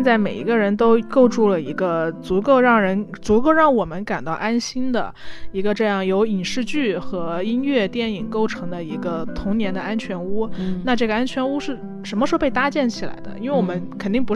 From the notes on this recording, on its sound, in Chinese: 本期是我们在床上拿着话筒录的，有电流声